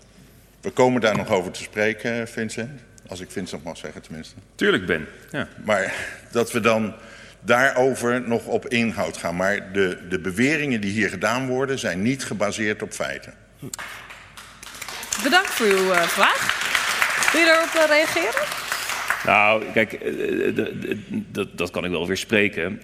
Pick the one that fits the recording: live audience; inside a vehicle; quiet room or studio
live audience